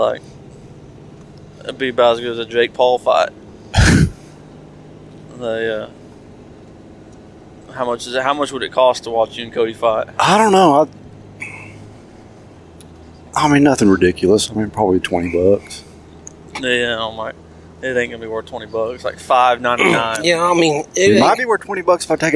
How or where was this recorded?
inside a vehicle